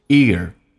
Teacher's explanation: 轻轻的卷一下舌头，在美式发音